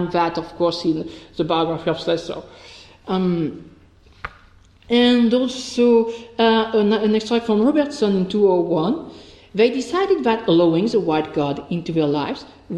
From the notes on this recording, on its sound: This podcast is one of ten podcasts recorded at the 'Silence in the Archives' conference hosted by the Oxford Centre of Life-Writing at Wolfson College, Oxford on 7 November 2015. This set of three lectures on ‘Representation, Reputation and Manipulation', were delivered as part of Panel 1a.